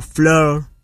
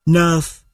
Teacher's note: Ơ phát âm mở hơn e và tròn môi, ví dụ fleur hoa, nerf mới của tiếng Pháp.